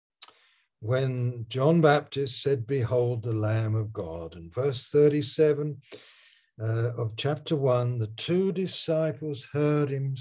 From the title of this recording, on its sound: Malaysia Meets (Zoom)